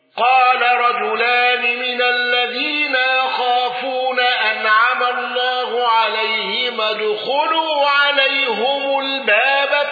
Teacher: أبو عمرو بخفض الهاء والميم